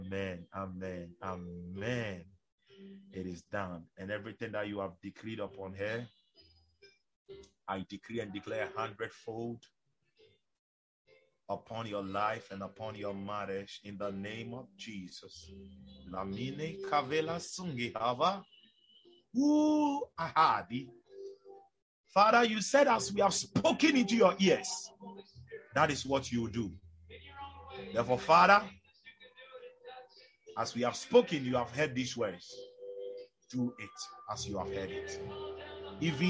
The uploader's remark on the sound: Zoom meeting